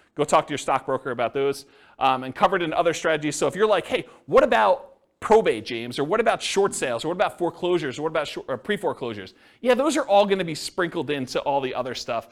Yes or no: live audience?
yes